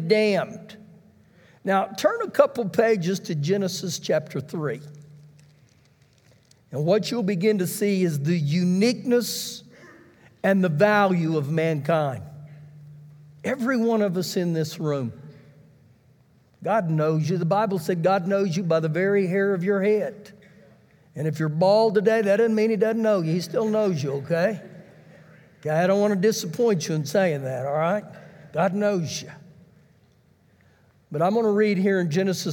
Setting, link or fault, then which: setting, large echoing room